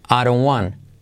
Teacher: Want, la T se omite.